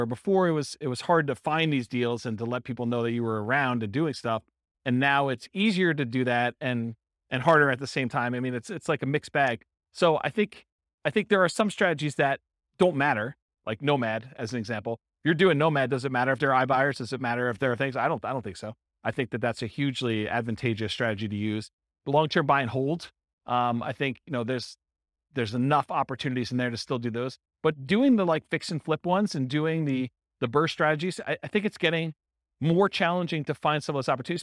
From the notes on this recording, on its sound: This was a live class recorded